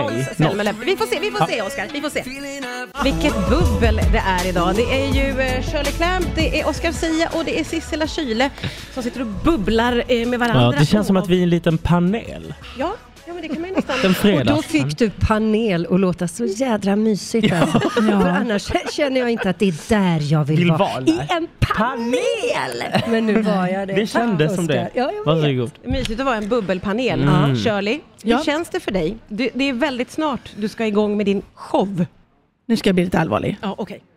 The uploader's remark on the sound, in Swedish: Sänder från ENTRÉN idag, inför publiken i VIP-soffan.